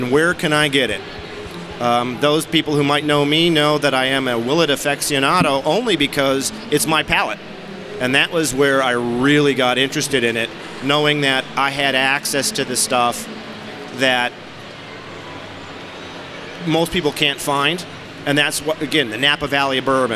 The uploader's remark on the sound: we record live from PROOF Festival at Cincinnati's Duke Energy Center during the first ever high proof spirit and cocktail festival to hit Southern Ohio.